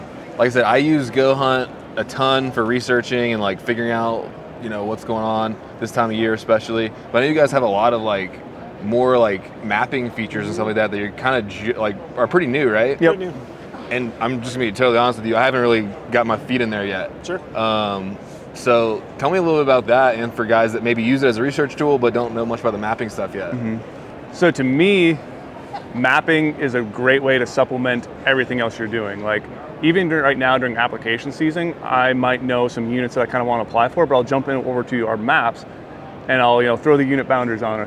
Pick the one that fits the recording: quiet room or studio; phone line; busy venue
busy venue